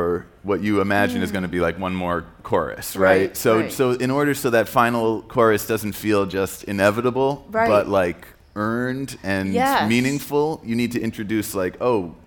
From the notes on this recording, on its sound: Live from SXSW